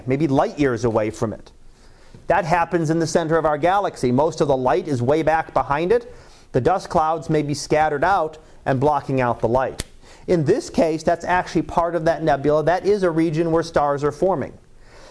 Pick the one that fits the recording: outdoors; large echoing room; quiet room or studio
large echoing room